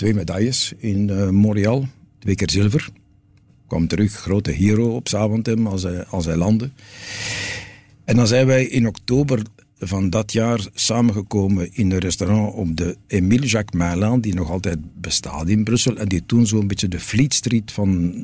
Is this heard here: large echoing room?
no